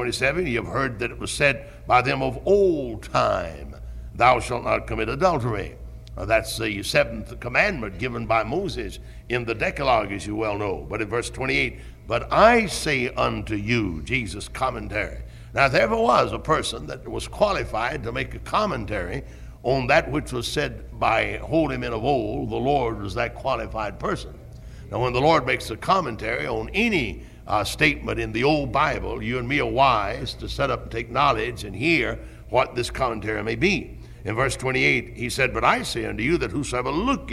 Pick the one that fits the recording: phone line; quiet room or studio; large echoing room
large echoing room